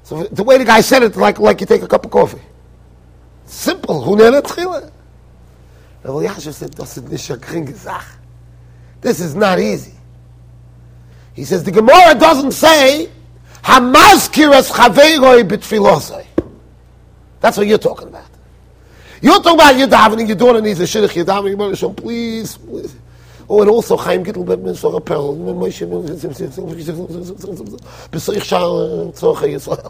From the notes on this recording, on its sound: Shiur recorded in Yeshivas Ohr Reuven, Monsey NY.